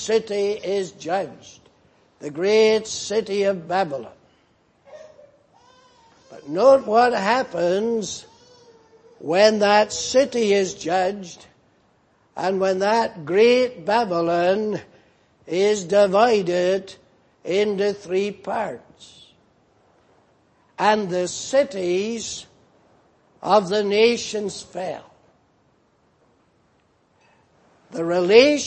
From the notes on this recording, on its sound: Preached in Grafton. At the Lord's Day Morning service on 31st March, 2019.